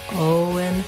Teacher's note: The stress on Owen falls on the O syllable, and O is a diphthong in this name, Owen. Make sure you hold the O nice and long.